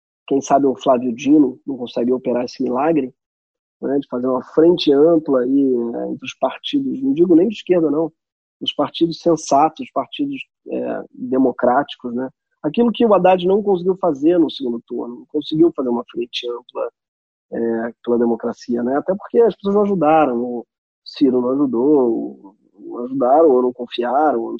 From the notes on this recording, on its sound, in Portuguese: a parte legal de gravar em casa é que o app zoom possibilita, além de escutar, ver as pessoas.